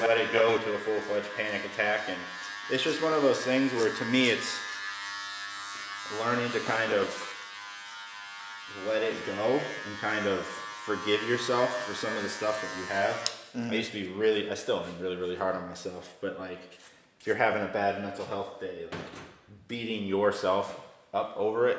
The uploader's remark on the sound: This was recorded while he was cutting my hair, so the audio is not the best